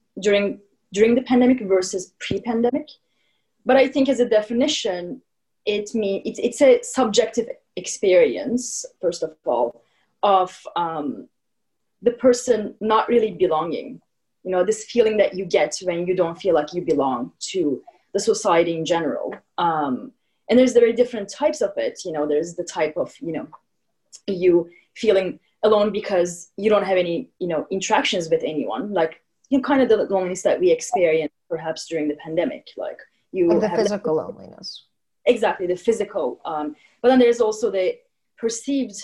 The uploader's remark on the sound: Editing our zoom podcast.